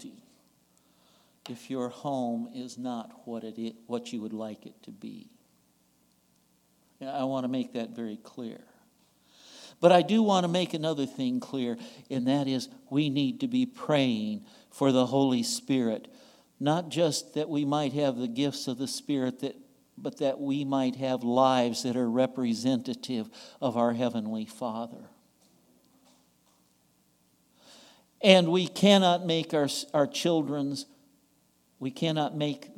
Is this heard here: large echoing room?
yes